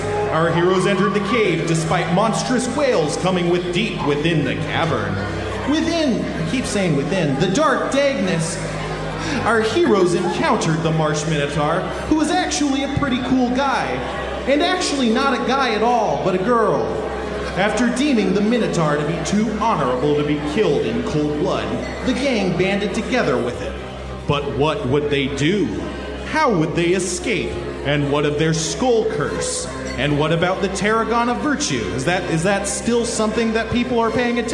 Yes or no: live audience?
yes